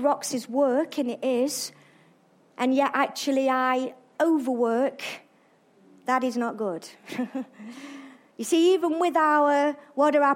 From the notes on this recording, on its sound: Arena Church Ilkeston